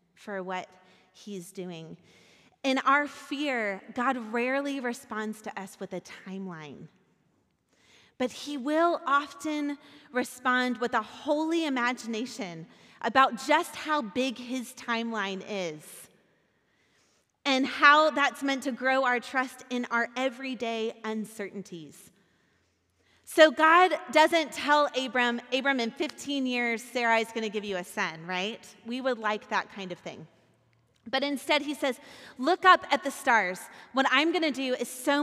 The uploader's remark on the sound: Recorded at our Sunday gathering on January 23, 2023 in Port Orchard WA